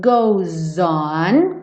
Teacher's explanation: juntando S aqui ficou com o som de Z